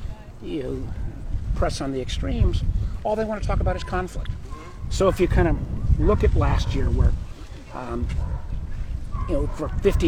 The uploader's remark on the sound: Recorded while taking a one-mile walk with interesting and inspiring people.